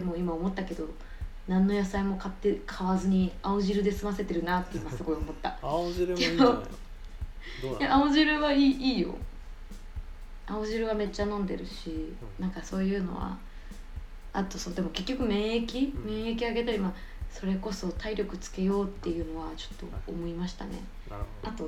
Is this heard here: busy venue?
no